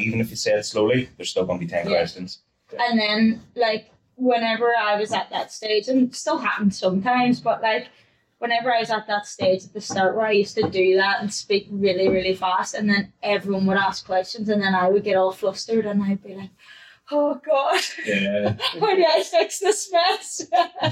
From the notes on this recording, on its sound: apologises for the audio, some techy crap happened and we lost the audio from microphones.